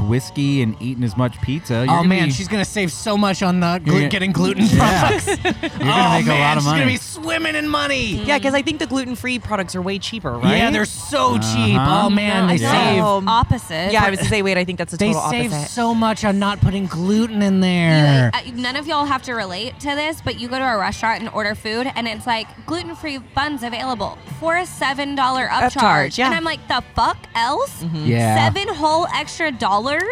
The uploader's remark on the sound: The team decided to hit up a local restaurant/bar in Fort Worth called Rogers Roundhouse and things took a hard left as soon as the mics were turned on.